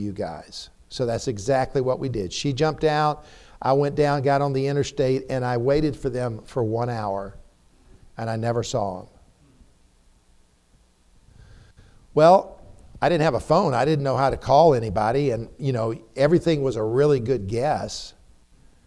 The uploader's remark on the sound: preached a timely sermon in the TBC pulpit